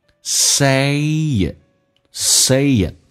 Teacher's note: 首先下巴往下掉一点 A，然后再发 E